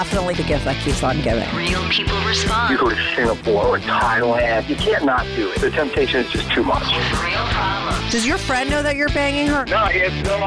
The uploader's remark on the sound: she called